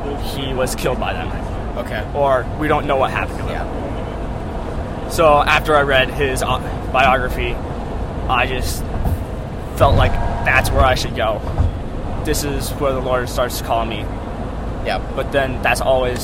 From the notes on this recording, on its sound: This episode was recorded in a van so there will be background noise. There was also some microphone issues that were picked up so just ignore them.